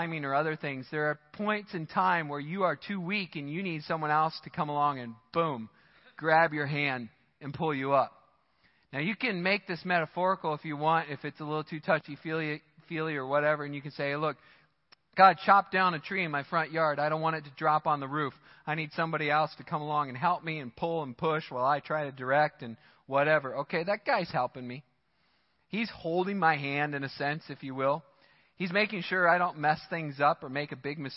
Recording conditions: large echoing room